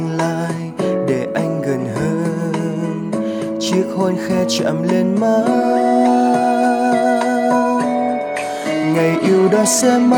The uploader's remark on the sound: Recorded by my mobile phone